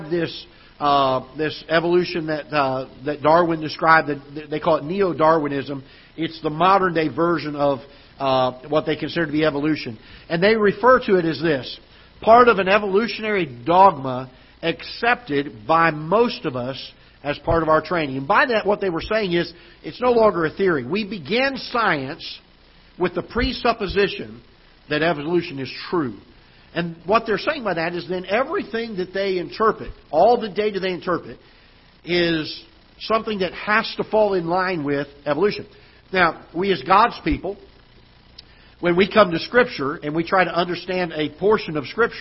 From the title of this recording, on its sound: Ketha Heights Baptist Church ~ Live Broadcast